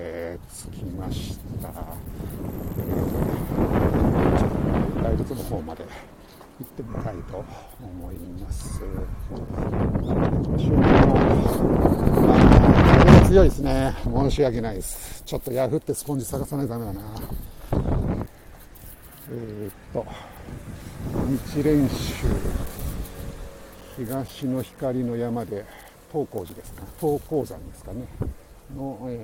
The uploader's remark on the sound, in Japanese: tokyo walk&eat radio LIVE 東宝スタジオから大蔵大仏